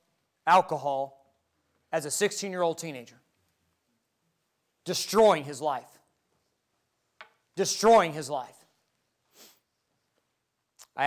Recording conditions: large echoing room